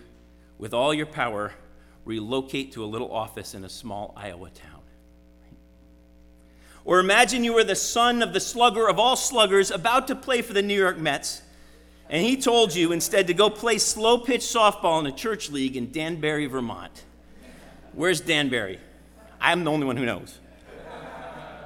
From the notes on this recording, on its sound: Sermon preached at RCHP on January 22, 2023.